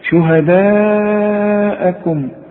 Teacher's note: ما دام عندي مد وبعده همزة يبقى لازم امد المد ده ايه اربع حركات